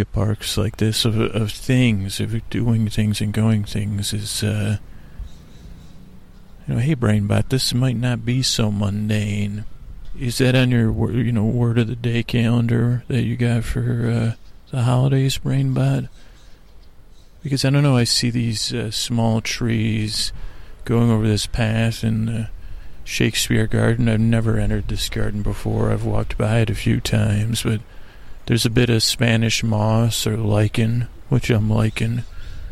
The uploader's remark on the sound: On Location at Golden Gate Park. We crawl across the park meandering from one place to another live on dullcation. The show starts with an echo and ends will a birdcall.